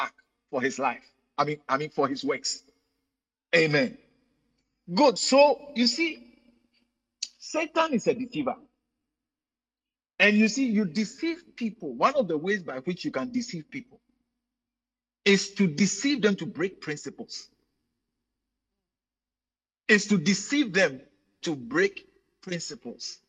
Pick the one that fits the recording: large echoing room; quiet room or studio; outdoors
large echoing room